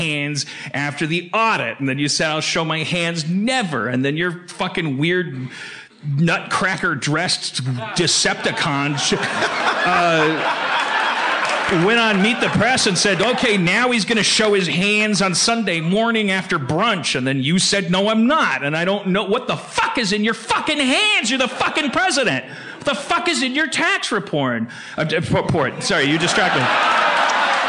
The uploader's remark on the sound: LIVE From SF Sketchfest 2017